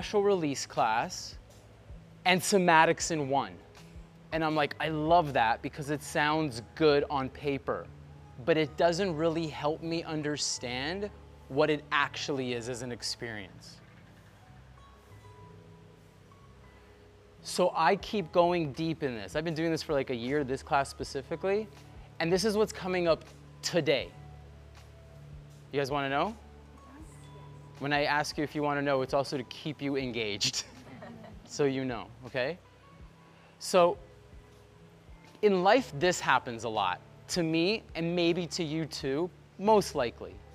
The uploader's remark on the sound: recorded live from Bali